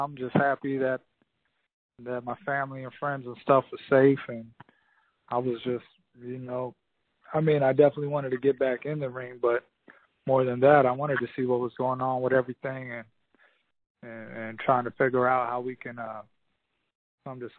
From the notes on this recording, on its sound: Conference call. Many thanks to Swanson Communications and the PBC for graciously providing this audio.